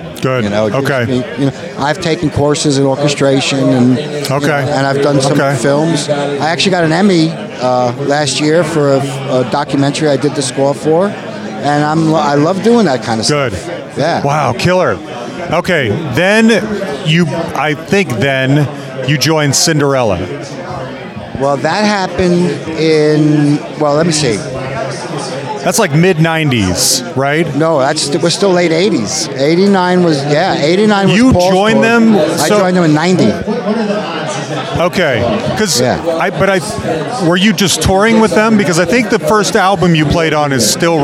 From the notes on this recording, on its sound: Live From the Nashville Rock n Pod Expo. He was kind enough to let us talk to him live at the Rock n Pod Expo.